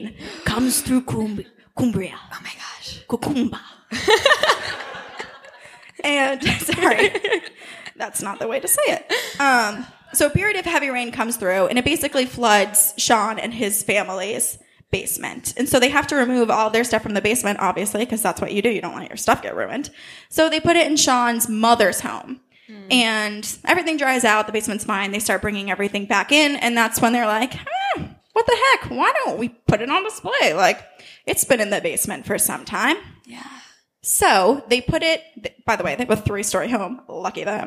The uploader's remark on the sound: We were fortunate enough to have a live show at the Outlier Podcast Festival in September of 2018.